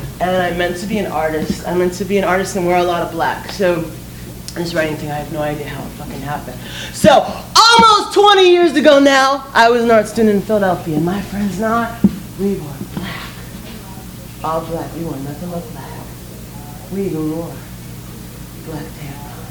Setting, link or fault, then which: setting, live audience